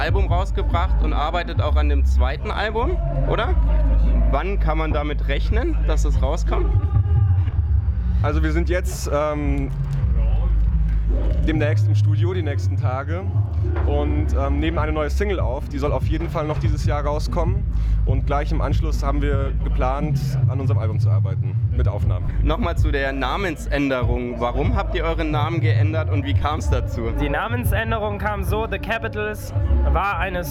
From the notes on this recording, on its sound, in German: Die Störfunksredation war live vor Ort auf dem Oben Ohne Festival in München.